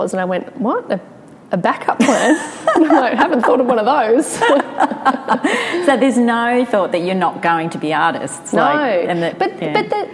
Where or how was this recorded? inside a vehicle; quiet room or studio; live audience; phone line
live audience